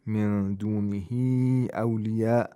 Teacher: the first one, mad munfasil, you can lengthen it to 2, 4, or 5 vowel counts, while for madul muttasil, you can lengthen it to 4 or 5 vowel counts.